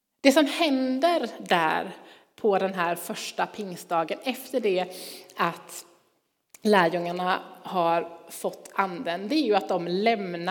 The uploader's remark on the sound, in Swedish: Inspelning från Immanuelskyrkan Skövde.